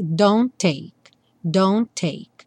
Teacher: entre don't e o take, só um T aparece